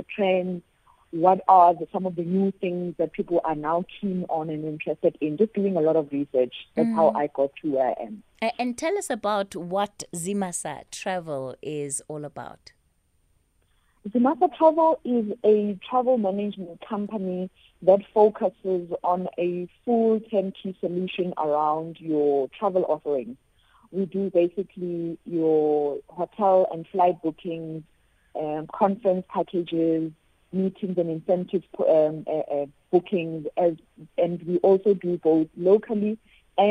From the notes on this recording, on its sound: She now joins us on the line.